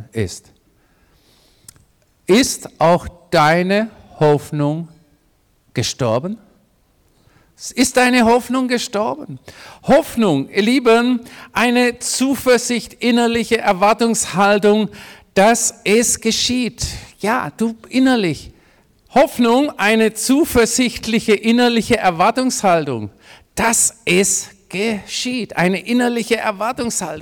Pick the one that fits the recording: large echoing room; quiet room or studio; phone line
large echoing room